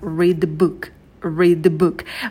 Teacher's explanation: Мы соединили глагол read с артиклем «э», они произносятся слитно «reader», «reader», «read the book». И в слове «book» у нас краткий «у», проскакивайте его побыстрее, долго не сидите.